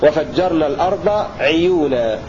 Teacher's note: بكسر العين في لفظ عيون المنكر